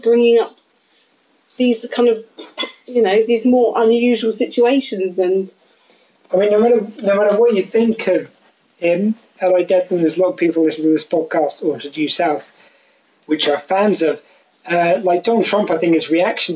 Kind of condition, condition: fault, phone or laptop microphone